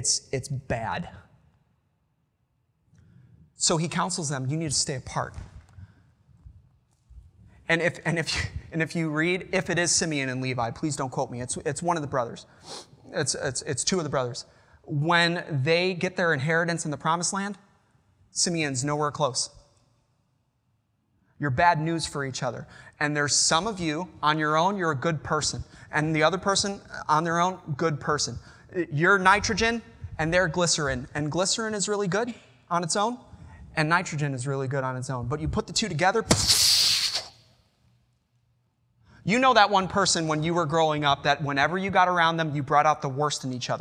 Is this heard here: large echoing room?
yes